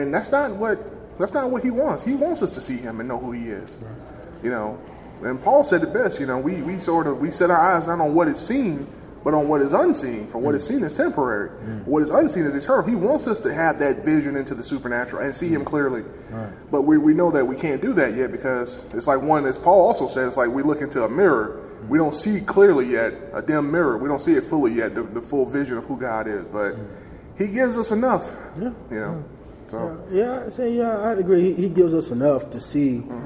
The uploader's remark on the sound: Recorded at the seminar. I also have the privilege to catch up with a few people at the seminar.